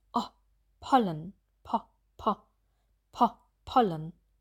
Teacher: Bei dem langen O sind die Lippen deutlich gespannt, O, und der Unterkiefer ist weiter geschlossen. Bei dem kurzen O im Deutschen ist der Unterkiefer ganz locker, er hängt, O. Und wir sagen den Laut kurz, ganz schnell.